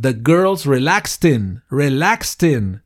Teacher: el sonido del t, de la ed, lo uno al in · Term: unión